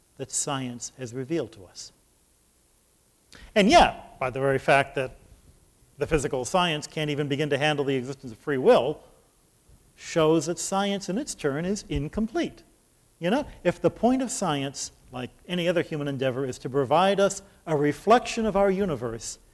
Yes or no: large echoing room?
yes